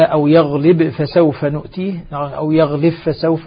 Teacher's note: الباء مع الفاء، ستسقط الباء في الفاء ذاتا وصفة طبعا هنا، لأن الإدغام سيكون كاملا